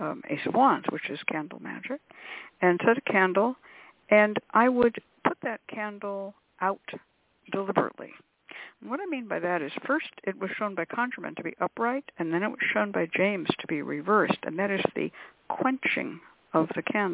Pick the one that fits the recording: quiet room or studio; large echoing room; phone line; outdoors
phone line